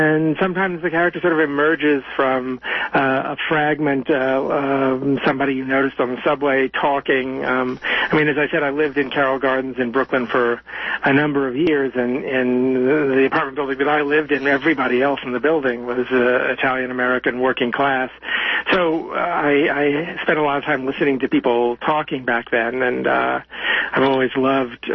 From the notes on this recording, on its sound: is interviewed live by phone